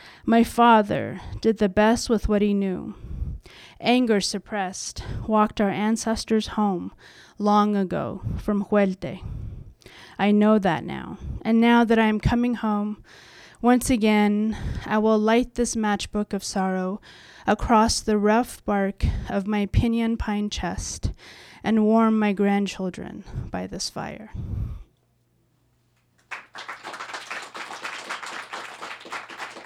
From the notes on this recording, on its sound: This episode was recorded at the Tranzac Club in Toronto on January 30th 2019.